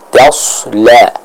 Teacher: Tasla, bukan tasla, tapi tasla, seperti itu. Ta dan lamnya tetap harus dibaca dengan tipis.